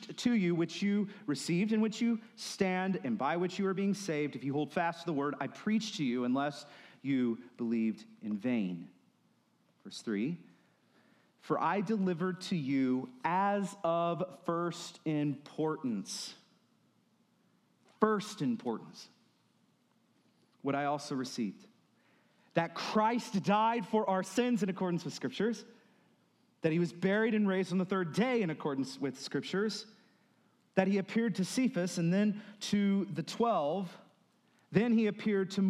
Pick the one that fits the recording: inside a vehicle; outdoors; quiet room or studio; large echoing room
large echoing room